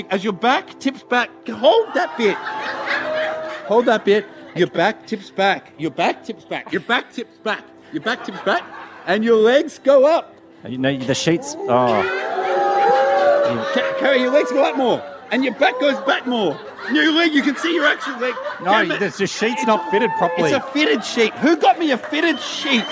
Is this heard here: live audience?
yes